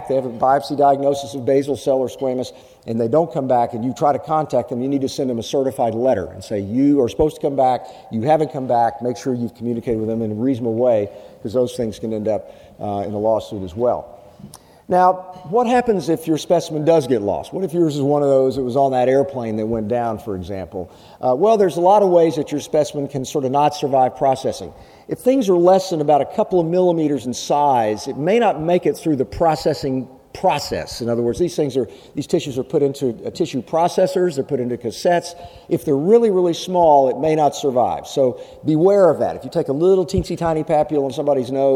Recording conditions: busy venue